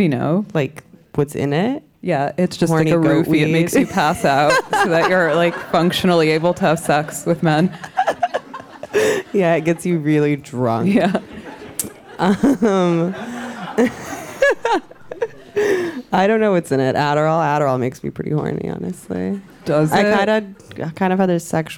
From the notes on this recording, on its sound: Red Scare Live at The Greene Space.